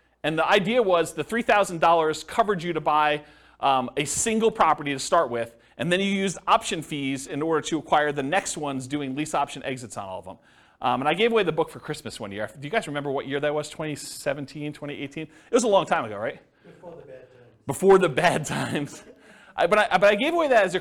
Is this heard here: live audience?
yes